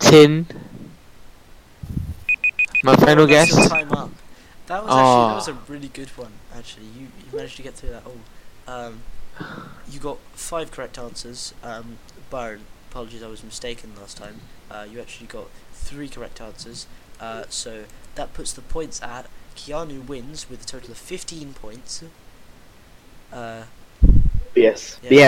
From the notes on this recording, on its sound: it might have made the audio quality somehow worse